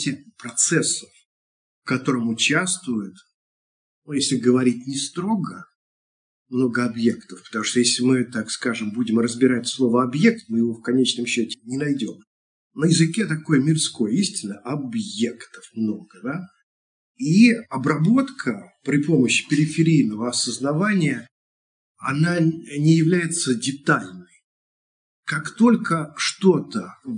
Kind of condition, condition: link, video call